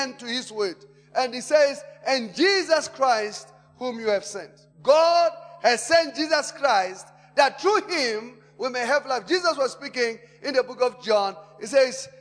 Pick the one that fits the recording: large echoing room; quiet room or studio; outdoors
large echoing room